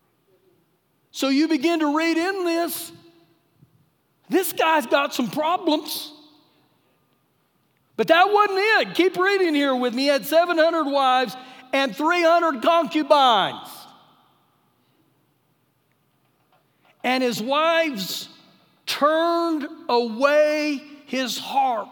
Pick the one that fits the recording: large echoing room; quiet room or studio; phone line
large echoing room